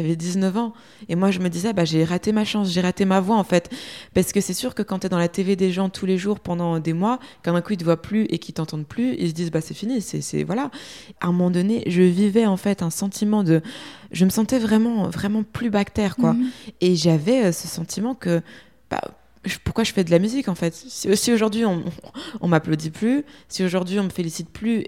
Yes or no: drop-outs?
no